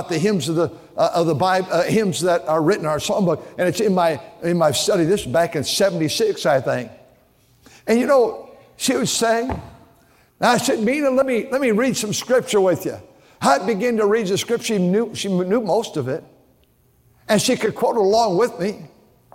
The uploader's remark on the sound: during the Sunday Evening service on October 22, 2023, at North Valley Baptist Church in Santa Clara, California